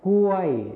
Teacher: ส่วนภาษาไทยถิ่นอีสานจะไม่ใช้คำควบกล้ำรอลิงนั่นเองค่ะ